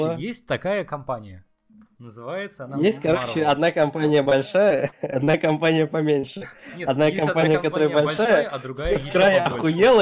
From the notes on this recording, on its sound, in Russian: Заранее извиняемся за звук. Забыл про колонки.